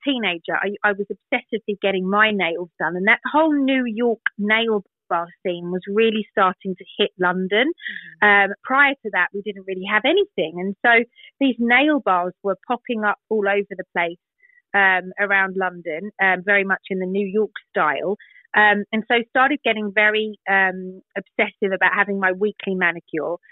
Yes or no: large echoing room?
no